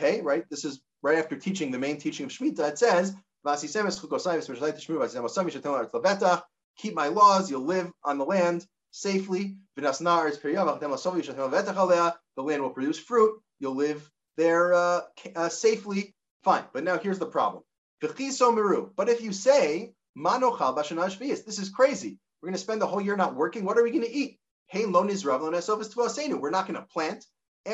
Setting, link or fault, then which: link, video call